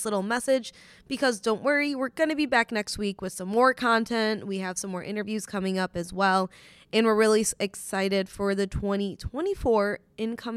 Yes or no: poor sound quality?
no